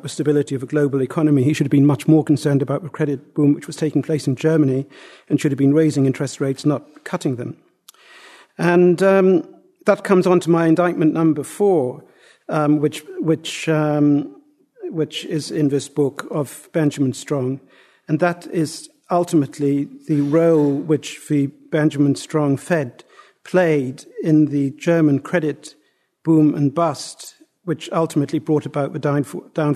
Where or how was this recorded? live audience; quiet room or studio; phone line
live audience